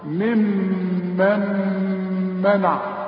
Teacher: الميم الأولى مقصورة، الميم الثانية عليها الشدة، شدة وفتحة، إذا تغن لأنها اتنين ميم. وبعدين عندي غنة بتاعت النون الساكنة اللي بعدها ميم كمان لأنها إدغام، النون بتخش في الميم دي